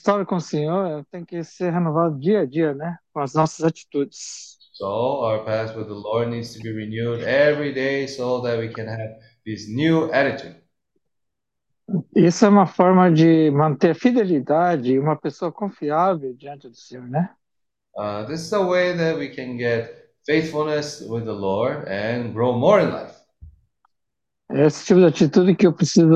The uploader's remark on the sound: zoom meeting